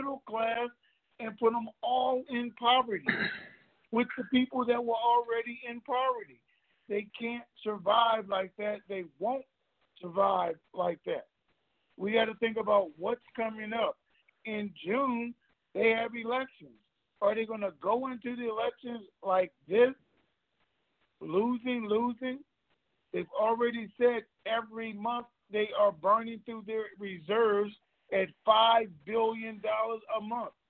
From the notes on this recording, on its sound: Conference Call